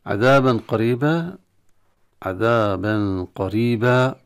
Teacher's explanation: حكمه الإخفاء، تنوين عند القاف بالغنة